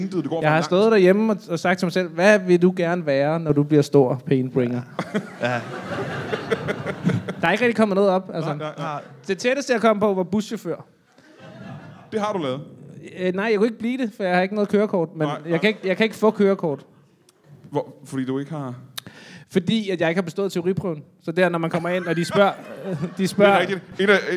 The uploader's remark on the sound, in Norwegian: LIVE fra Comedy Zoo